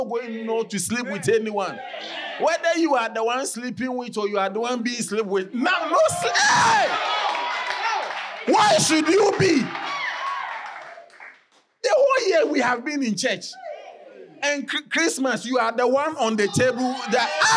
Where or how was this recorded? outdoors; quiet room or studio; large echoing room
large echoing room